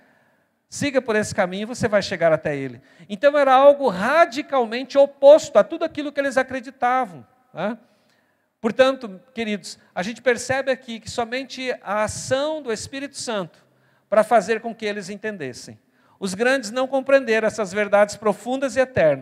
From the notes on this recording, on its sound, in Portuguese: Na Igreja ABA Curitiba (Transmitido ao vivo).